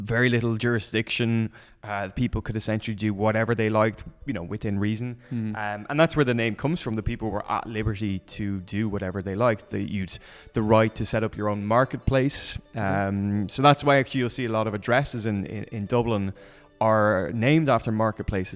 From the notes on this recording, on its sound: He recorded his visit to the Teeling Distillery. While the two of them enjoyed a wonderful dram to celebrate Teeling’s 7th birthday.